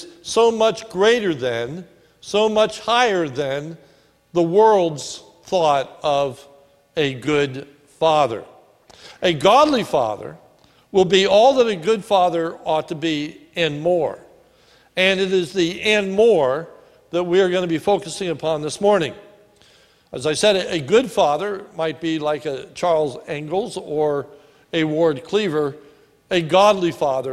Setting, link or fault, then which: setting, large echoing room